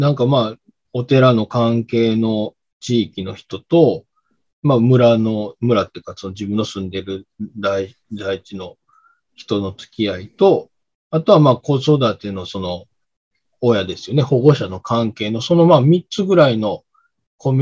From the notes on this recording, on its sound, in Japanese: 4人とも違う場所でのzoomを使った収録なので、ものすごくぎこちない収録となりましたが。